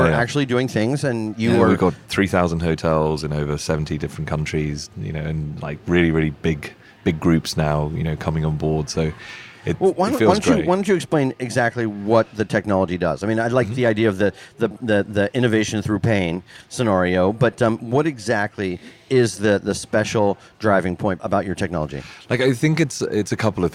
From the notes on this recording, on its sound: Indie Colorcast Live at The LINE Hotel.